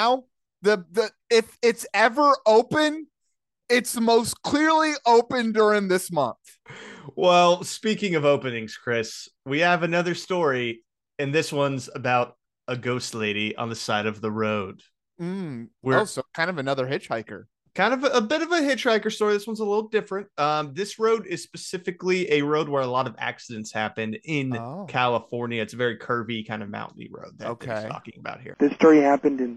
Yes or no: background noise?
no